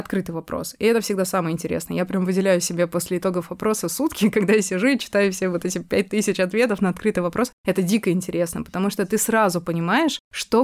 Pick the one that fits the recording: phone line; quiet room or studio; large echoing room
quiet room or studio